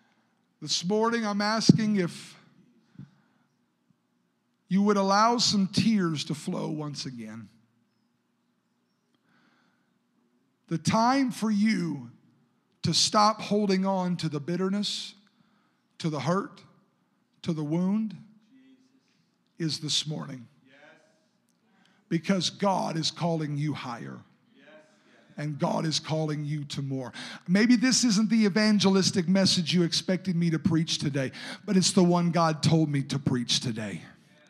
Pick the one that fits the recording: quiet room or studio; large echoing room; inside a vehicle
large echoing room